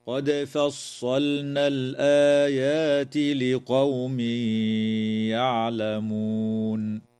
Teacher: تقلقل الدال في كلمة قد